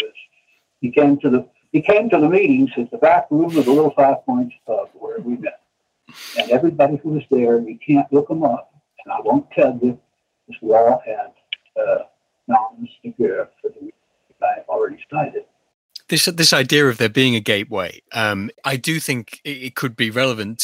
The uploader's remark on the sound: After the technical difficulties we experienced during the recording of this interview we have completely overhauled our recording software.